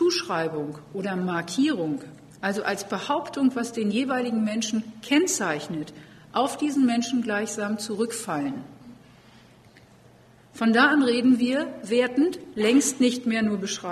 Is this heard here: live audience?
yes